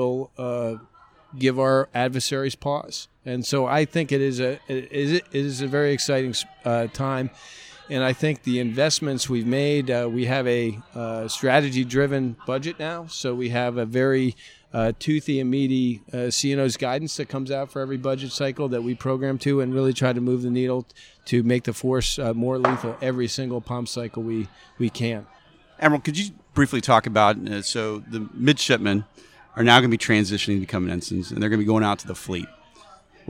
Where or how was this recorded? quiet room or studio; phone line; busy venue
busy venue